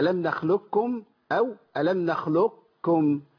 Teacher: ادغام القاف في الكاف ادغام كاملا، يبقى انا هسمع كاف مشدده معايا